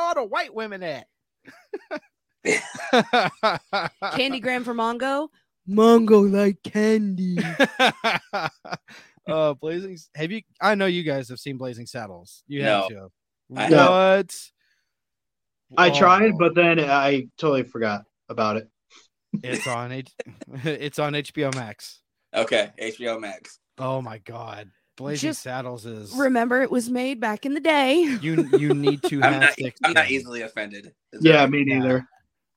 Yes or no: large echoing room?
no